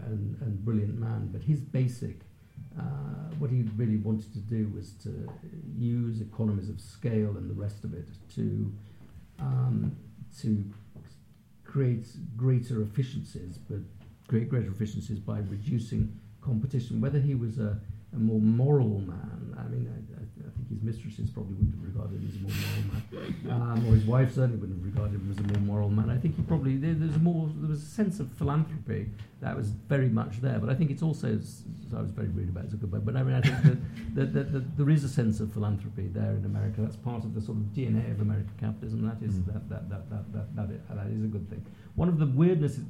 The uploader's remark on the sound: A recording of the most recent CapX Live event. Came to CapX HQ to talk about his new book.